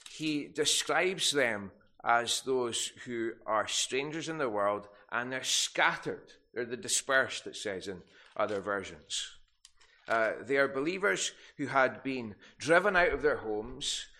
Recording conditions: large echoing room